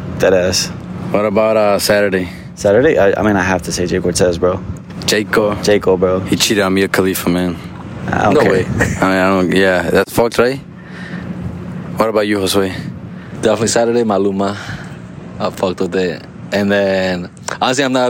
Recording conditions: outdoors